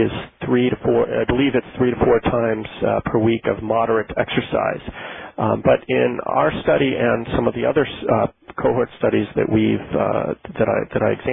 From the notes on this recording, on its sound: Author in the Room® Teleconference